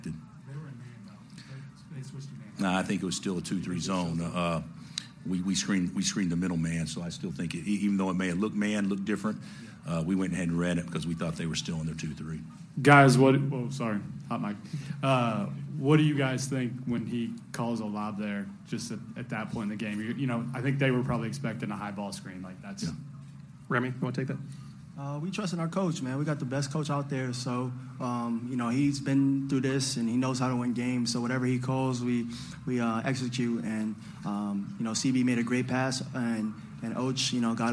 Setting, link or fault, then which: setting, busy venue